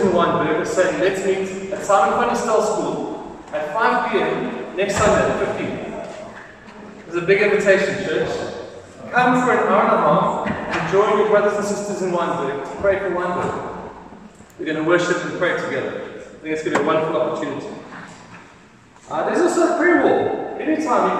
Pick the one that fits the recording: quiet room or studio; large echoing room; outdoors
large echoing room